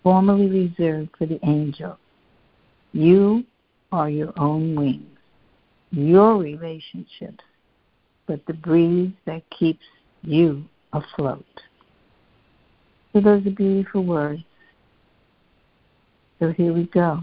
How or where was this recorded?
phone line